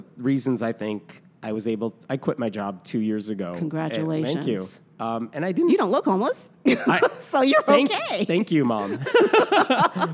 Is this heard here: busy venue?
yes